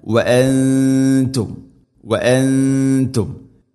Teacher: നൂനിനെ അവ്യക്തമാക്കി മണിക്കണം. ഇഖ്ഫാ ബിഗുന്ന